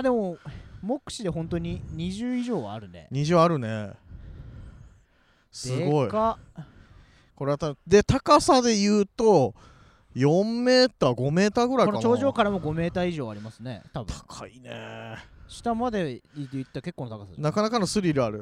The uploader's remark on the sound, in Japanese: 月寒エリアを散歩しながら。今回は、豊平区を代表する公園「月寒公園」に来てみました。野球場が2つもある大きな公園！散策するのにおすすめのコースを歩きながらレポートしていきます。